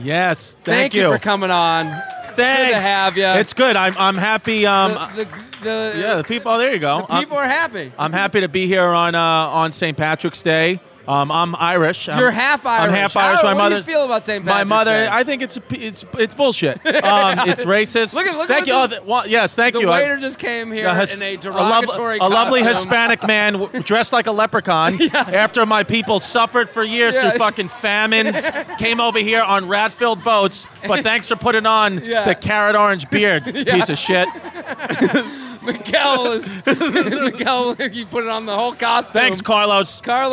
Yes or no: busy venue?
yes